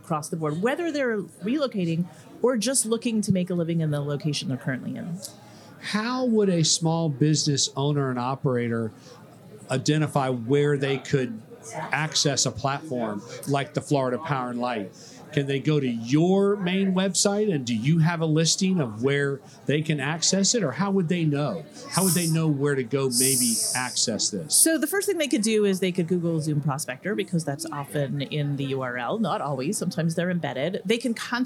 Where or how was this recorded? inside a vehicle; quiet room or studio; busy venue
busy venue